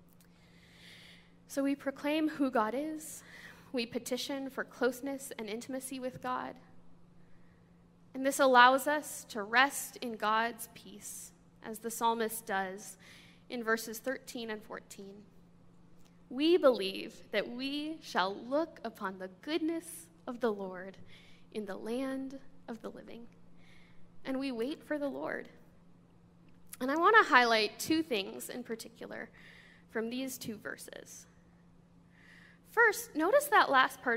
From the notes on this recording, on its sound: This sermon comes from a guest speaker to our church